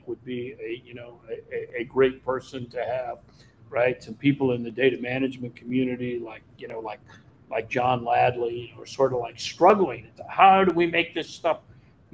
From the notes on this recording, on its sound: Live from CDOIQ